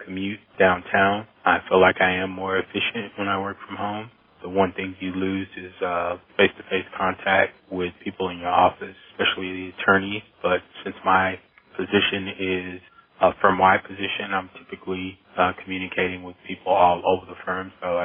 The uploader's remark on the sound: Asked our listeners to call in and leave their stories. We have a diverse group of 13 stories ranging from marketers, librarians, attorneys, techies, and more from North America and even from Europe.